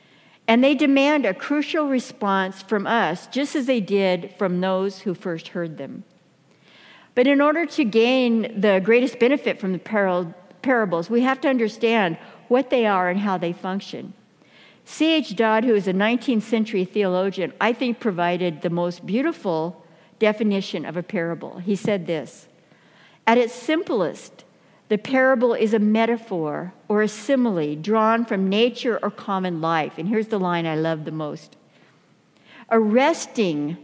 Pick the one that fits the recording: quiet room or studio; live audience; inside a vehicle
live audience